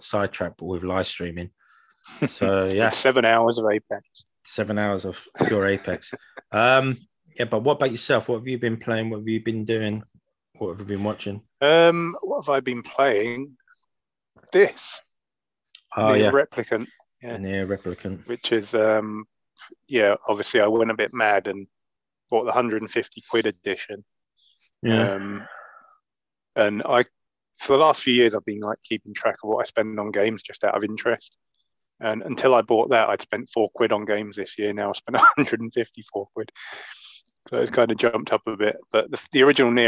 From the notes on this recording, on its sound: Apologies for the choppy edits, we had technical issues.